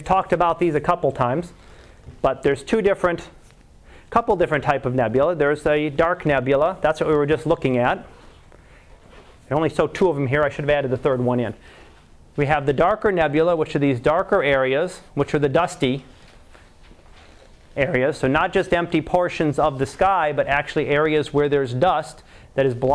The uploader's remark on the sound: Live Class Lecture